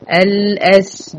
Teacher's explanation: مفيش غير الطاء بس الفخامة في الكلمة دي، كأني هقول الأسبان.